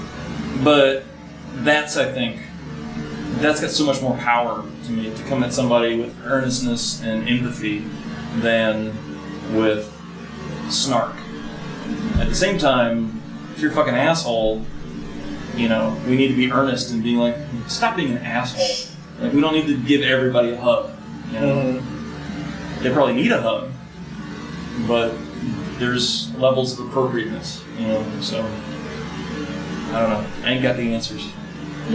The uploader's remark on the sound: From the van.